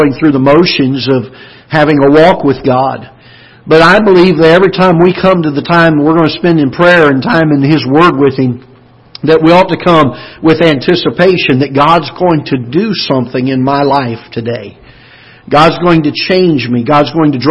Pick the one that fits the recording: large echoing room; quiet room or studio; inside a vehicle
large echoing room